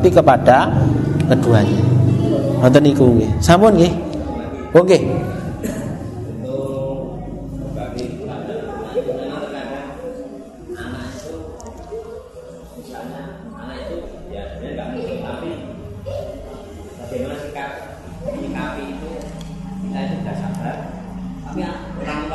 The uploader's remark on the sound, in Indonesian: Rekaman Kajian Majelis Pengajian Islam Kitab Riyadhus Shalihin. Di Masjid Al Hidayah Druwo, Sewon, Bantul rutin setiap hari Rabu selepas sholat magrib sampai dengan isya yang diselenggarakan oleh FKAM Yogyakarta dan Takmir Masjid Al Hidayah Druwo.